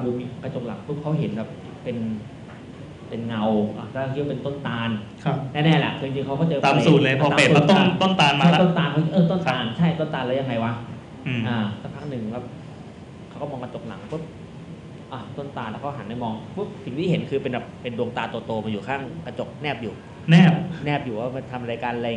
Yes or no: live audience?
yes